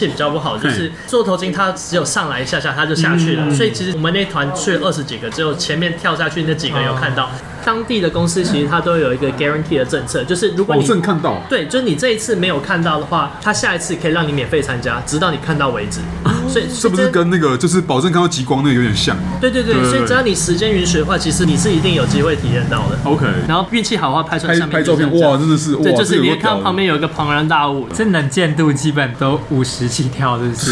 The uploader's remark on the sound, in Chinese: 本集白噪音指數：蚊風級 1/5。錄音地點： BUZZ Cafe & Beer。